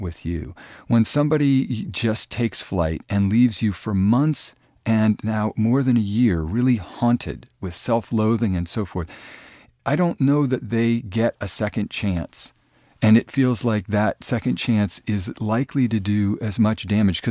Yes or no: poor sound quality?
no